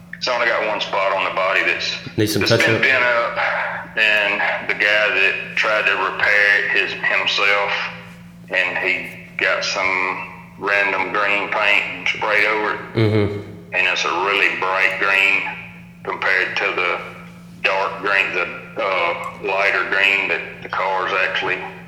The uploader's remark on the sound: follows up with phone lines